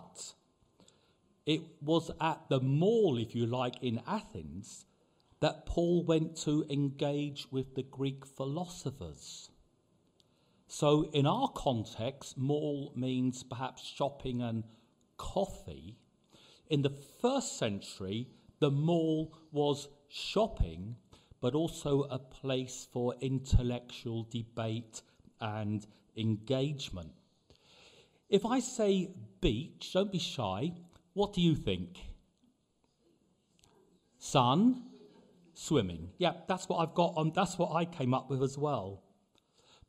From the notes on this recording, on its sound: Preached at the LCC Sunday Service